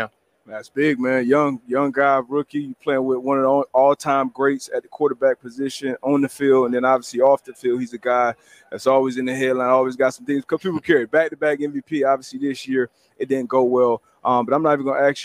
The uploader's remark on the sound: LIVE FROM MEDIA ROW AT THE SUPER BOWL